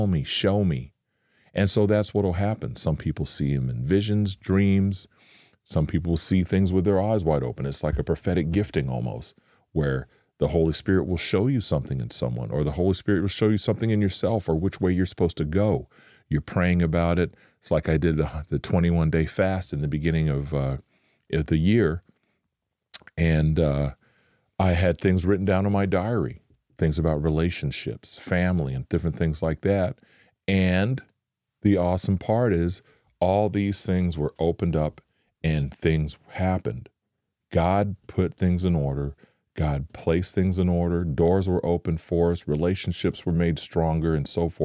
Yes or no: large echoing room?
no